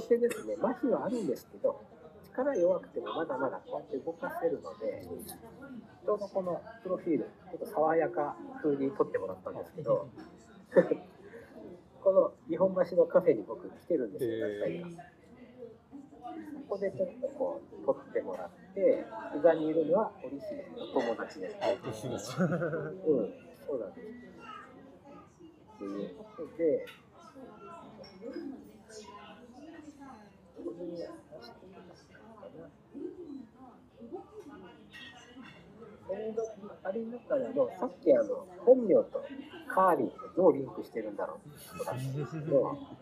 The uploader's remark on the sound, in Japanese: In 分身ロボットカフェDAWN ver.β。分身ロボットOriHimeによる接客は非常に未来感があって面白かったのですが、音声を録音してpodcastにすると、障害の存在を感じないのも面白い発見でした。